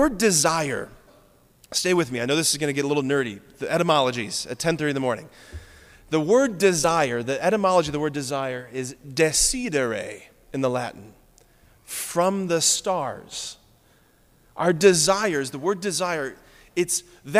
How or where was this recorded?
large echoing room